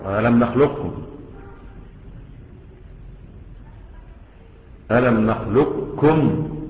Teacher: حولت القاف إلى كاف ثم أضغمت الكاف في الكاف · Term: الصغير